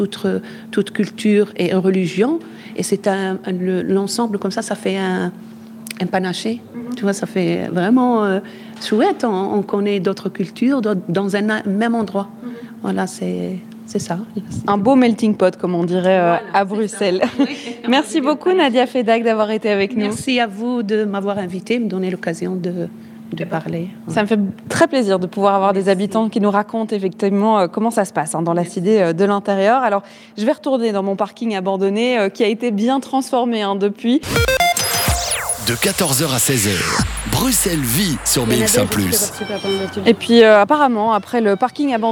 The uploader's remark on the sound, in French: Vous embarque au Festival Des Blocs ce mercredi. Il se déroule à la Cité Modèle à Laeken, non loin du Stade Roi Baudouin.